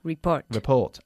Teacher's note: Enfatizando la segunda sílaba ahí, ¿vale?